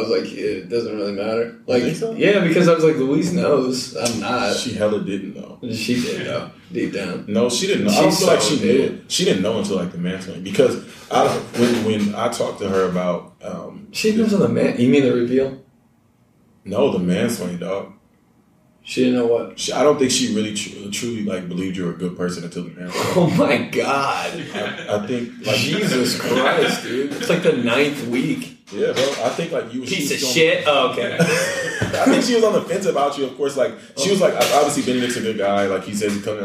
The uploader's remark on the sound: Really bad audio we had some technical difficulties but did our best.